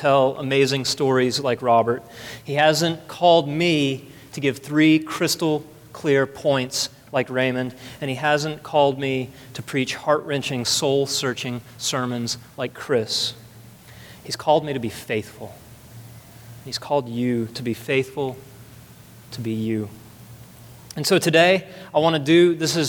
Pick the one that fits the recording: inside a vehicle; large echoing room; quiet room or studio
large echoing room